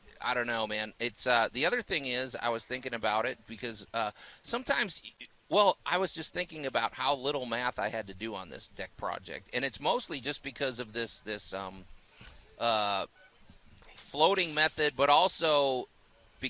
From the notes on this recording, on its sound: Live From The 2023 Cooper-Young Festival.